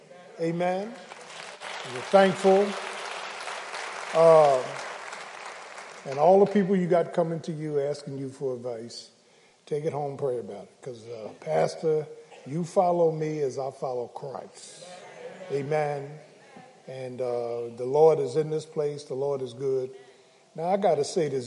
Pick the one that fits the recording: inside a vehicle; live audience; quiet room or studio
live audience